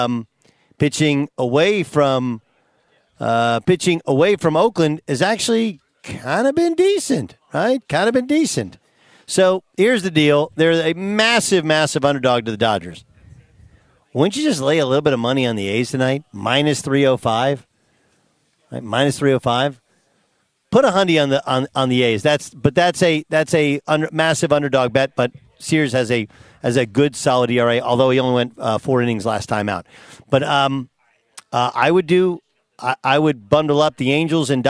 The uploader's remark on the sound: live from Rams Training Camp in Irvine, CA!